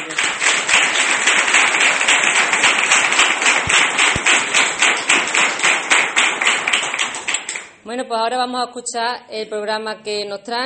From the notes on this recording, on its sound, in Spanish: Grabación del acto de presentación de la candidatura del PSOE de Alange a las Elecciones municipales de 2019.